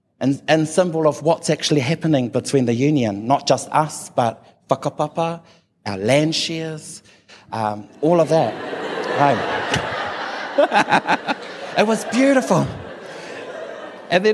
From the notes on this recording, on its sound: took the stage at our Real Talk Mō Ngā Rangatahi event in Rotorua